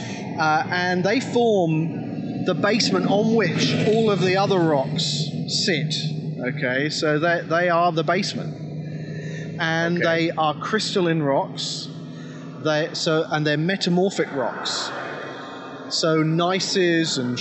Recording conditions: outdoors